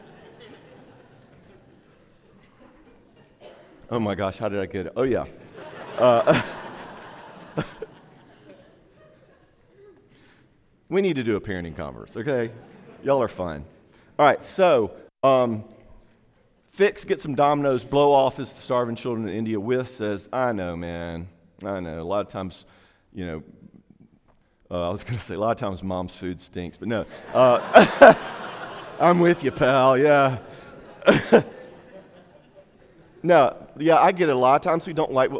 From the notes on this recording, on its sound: talk during Day 2 of our 2016 Marriage Conference